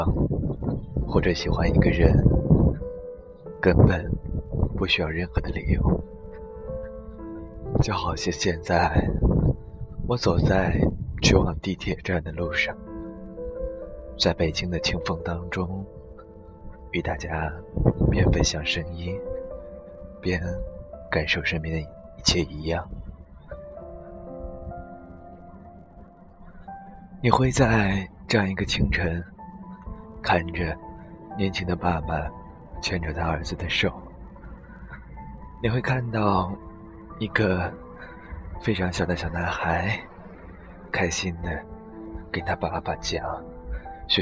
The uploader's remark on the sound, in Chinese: 独白-《在阳光和野花里聊北京》#边走边录。